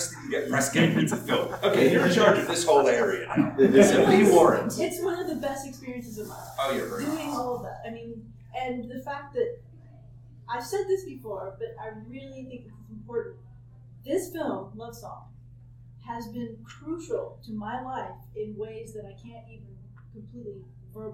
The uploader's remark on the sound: TusCon 50 Panel. Recorded live 11/11/2023 Saturday – Ballroom 1:00 pm 2:00 pm. What happens when you lock a bunch of creatives in a hotel for 3 days?